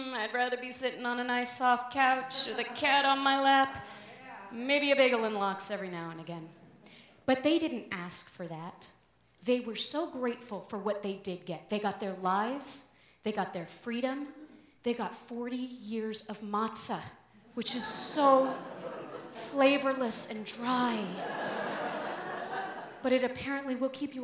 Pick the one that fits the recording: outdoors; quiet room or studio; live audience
live audience